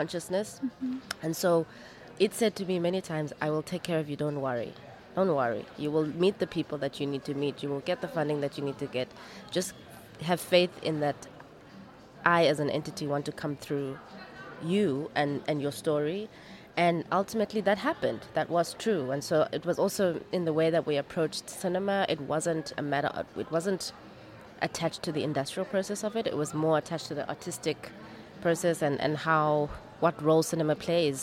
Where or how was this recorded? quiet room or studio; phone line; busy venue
busy venue